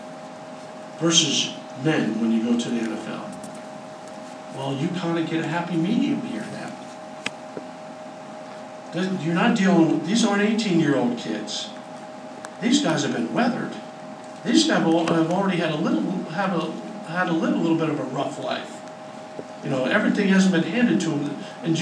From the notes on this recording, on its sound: hosted a news conference